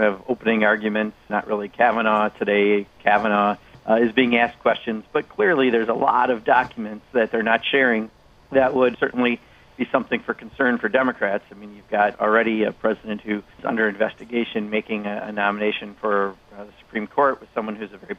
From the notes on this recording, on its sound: takes listener calls